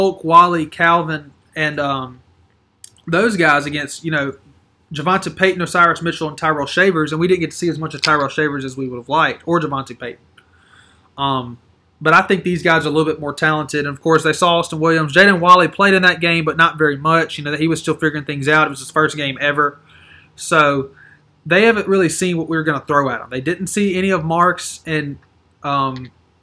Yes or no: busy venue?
no